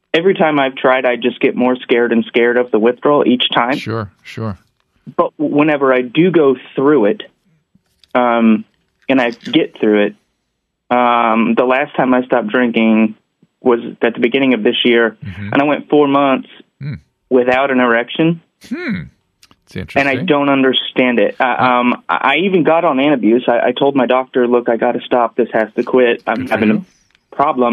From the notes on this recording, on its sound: Listener Calls. Listener phone calls.